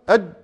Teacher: فهذا معنى انحباس النفس في الجهر، النفس انحبس فلم أستطع أن أمرر النفس أبدا بسبب إيه؟ اعتماد اللسان على المخرج